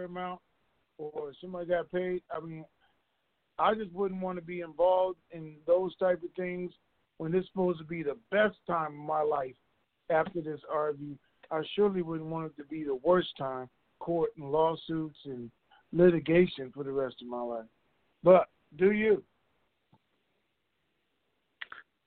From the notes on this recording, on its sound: TNTSuperfantastic Conference Call.